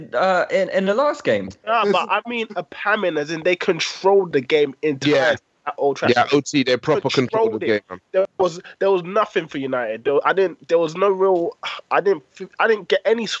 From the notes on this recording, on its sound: Apologies for the poorer than usual sound quality, as we record via Skype, we will be back in the studio on Sunday.